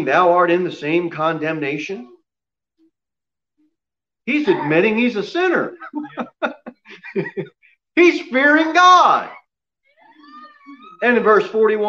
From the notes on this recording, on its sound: Sermon delivered at Pilgrim Baptist Church. Pilgrim Baptist Church is a bible-believing, independent Baptist church.